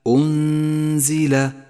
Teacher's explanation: النون الساكنة وبعدها حرف الزاي، نخفي النون بالزاي مع بقاء غنة للنون زمنها حركتان · Term: الإخفاء